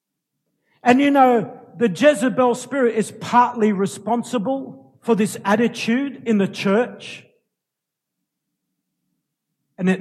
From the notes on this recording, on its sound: Recorded live at Light of the World Ministries Church in March 2018